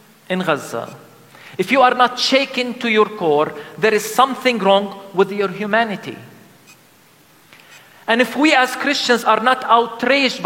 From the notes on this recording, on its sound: The sermon was delivered during a special Christmas service called "Christ in the Rubble: A liturgy of Lament". At the Christmas Lutheran Church in Bethlehem.